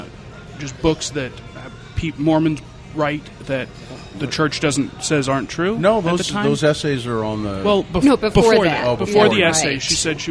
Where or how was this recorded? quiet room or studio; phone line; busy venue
busy venue